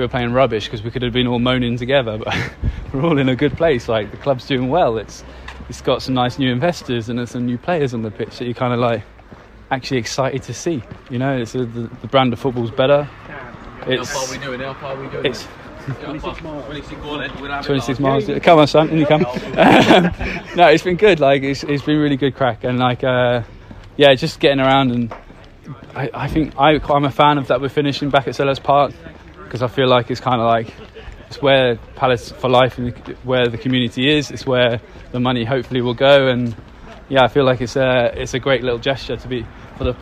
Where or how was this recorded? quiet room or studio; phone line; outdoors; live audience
outdoors